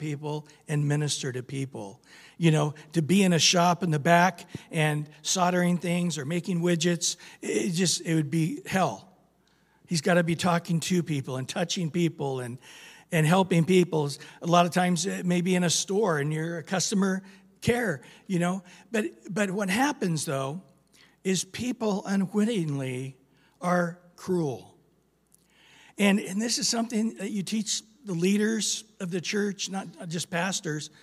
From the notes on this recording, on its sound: Recorded at Calvary Chapel of Los Alamitos